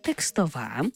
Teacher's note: текстова, так, з наголошеним останнім складом